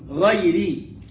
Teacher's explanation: والراء مرققة لأنها مكسورة